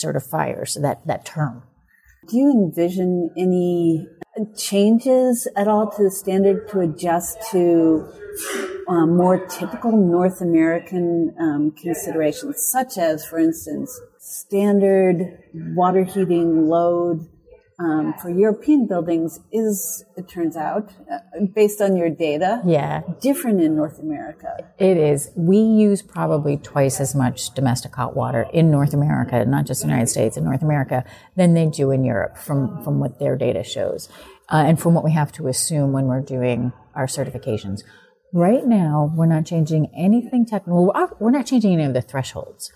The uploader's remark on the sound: recorded at the Passive House Canada Conference